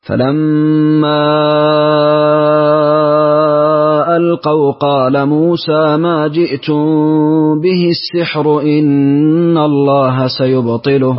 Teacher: أعطف ورش بالمد مع الفتح